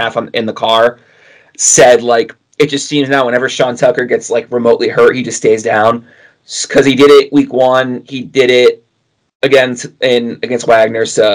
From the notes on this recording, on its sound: We are aware of the potential audio issues